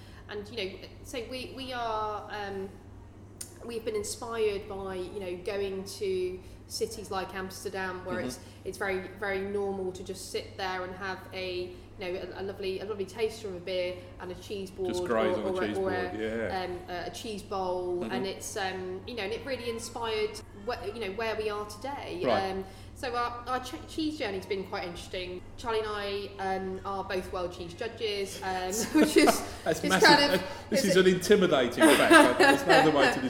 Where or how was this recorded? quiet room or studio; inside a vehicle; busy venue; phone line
busy venue